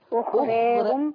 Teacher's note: الراء هنا مش وراها ألف. ورش يمسك الراء والألف دول يميل بيهم شوية · Term: ذوات الراء